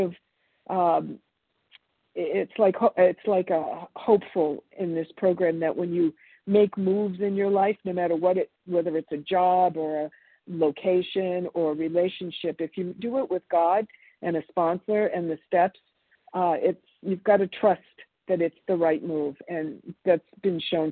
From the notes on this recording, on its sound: from the 100 Pounders Phone Meeting